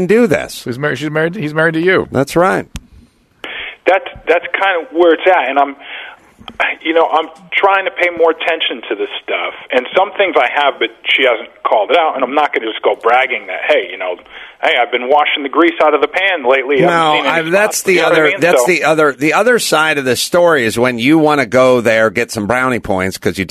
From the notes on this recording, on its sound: They then turn to the phones and speak to a caller